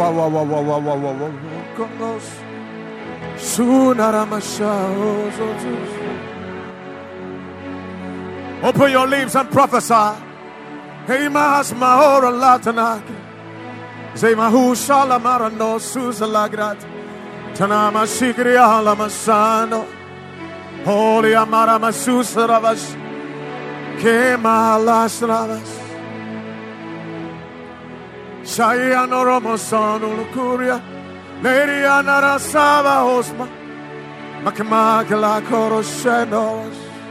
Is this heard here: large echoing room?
yes